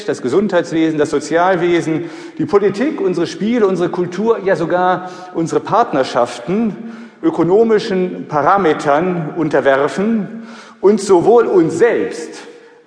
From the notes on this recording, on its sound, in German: Vortrag beim Heiligenfeld-Kongress 2016. Livemitschnitt beim Heiligenfeld-Kongress 2016 "Spiritualität im Leben".